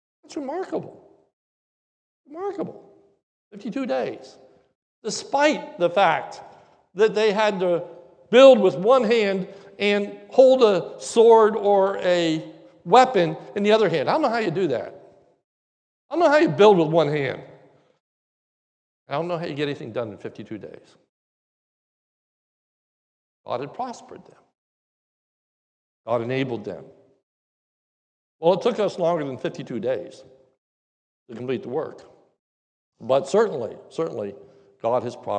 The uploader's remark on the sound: This is the message that was preached during our New Building Dedication Service on 10/24/2021 during our morning service.